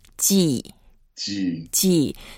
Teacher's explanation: It's the fourth tone. We go down.